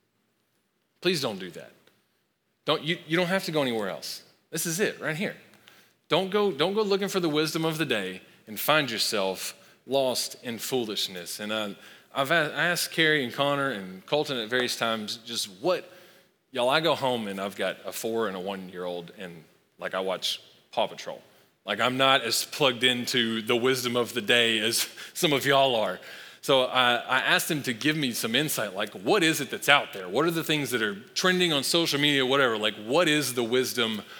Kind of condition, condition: setting, large echoing room